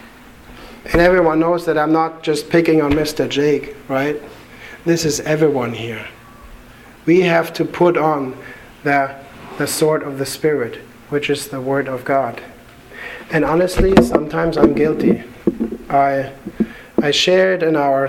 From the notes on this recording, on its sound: Sermon delivered to the Galena Bible Church